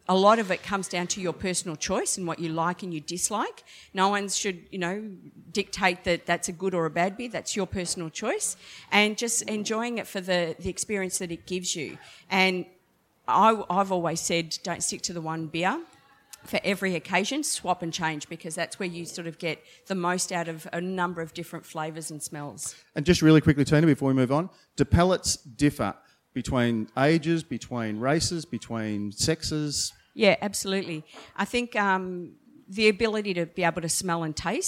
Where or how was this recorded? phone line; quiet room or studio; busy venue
busy venue